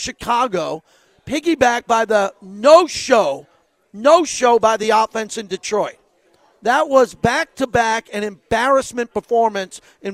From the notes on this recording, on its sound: LIVE FROM LA CASA CIGARS IN TIVOLI VILLAGE